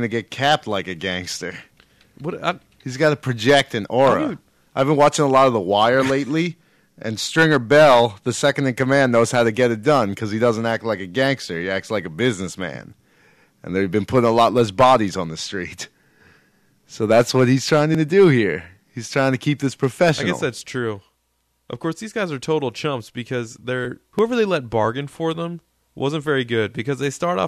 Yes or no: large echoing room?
no